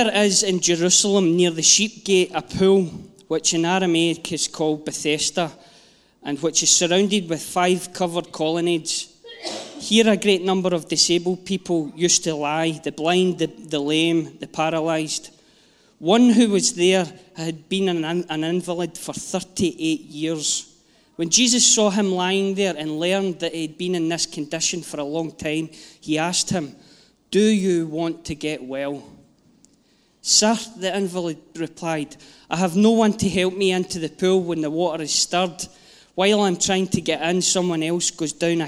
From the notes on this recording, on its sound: Live from our Sunday gathering 03/07/22